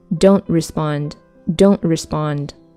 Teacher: 那么我们可以把 don't 里面这个 t 进行不完全爆破